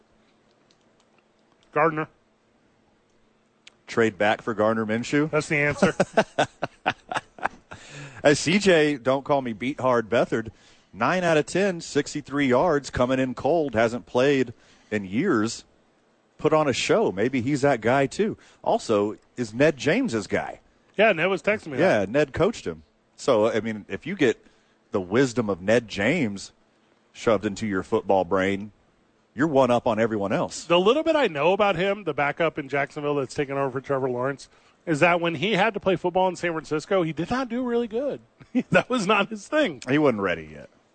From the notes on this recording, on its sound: live from the ABQ Dukes Store